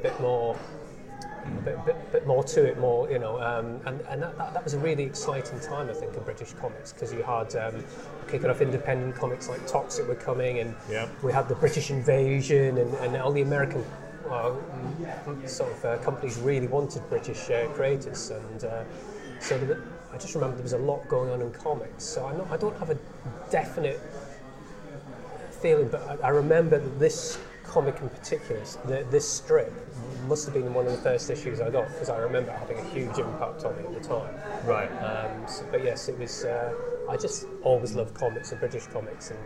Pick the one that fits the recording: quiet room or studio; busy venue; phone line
busy venue